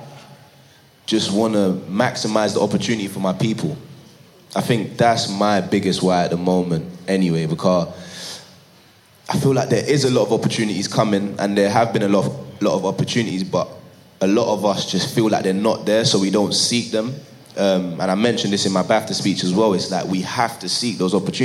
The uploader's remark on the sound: A live recording from Top Boy Live, a day of talks and workshops supporting the next generation of British talent in film, TV, music and beyond.